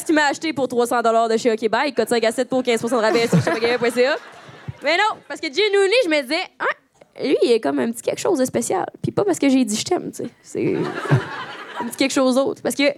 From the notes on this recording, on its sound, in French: Live à Québec. ON PART EN TOURNÉE DE PODCAST LIVE !!! On est TRÈS heureuses de vous présenter ENFIN notre premier podcast live!! Quelqu'un dans la salle s'est littéralement pissé dessus.